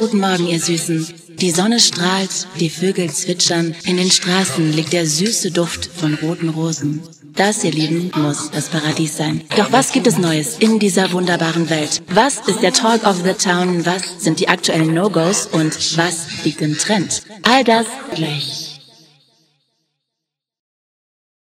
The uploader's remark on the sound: Live recorded in s little pub near Schwetzingen